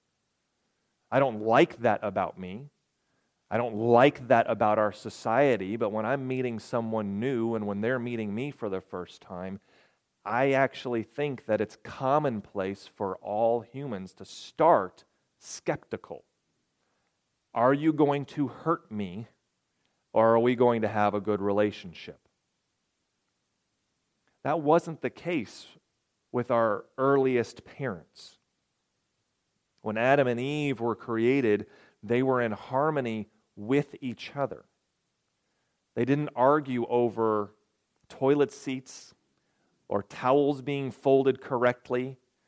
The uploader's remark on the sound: This message coincided with a special communion service. Recorded on March 11, 2023, at Ringgold Seventh-day Adventist Church.